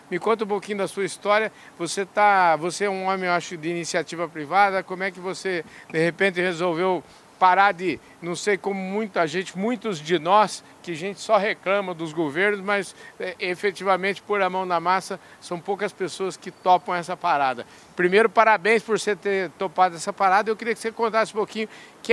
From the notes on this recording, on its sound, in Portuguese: Prosa gravada no ABEMA DAY, Associação Brasileira das Entidades de Meio Ambiente, evento que contou com a presença de inúmeros associados e pessoas da sociedade civil durante a COP28, em Dubai.